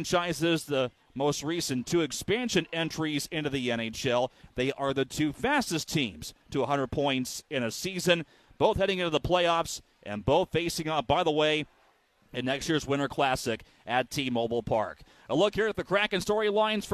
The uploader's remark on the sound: Opening remarks from the booth. Anchors from 32 Bar and Grill.